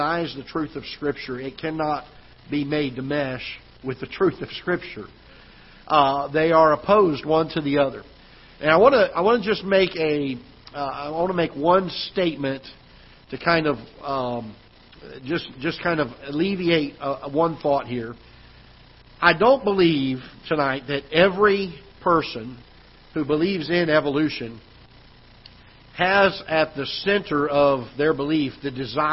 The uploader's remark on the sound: Ketha Heights Baptist Church ~ Live Broadcast